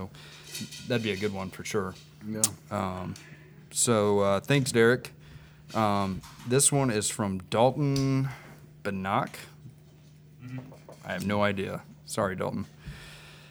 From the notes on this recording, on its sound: live at Miller's Gun and Supply in Sugarcreek, OH.